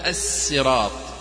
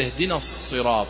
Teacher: مثلا على سبيل المثال الصراط، لاحظ عندما تقول اهدنا الصراط، صاد فيها إطباق وفيها استعلاء، عندما تقول الصراط صار في السين فيها همس، السين فيها همس ليس موجود في الصاد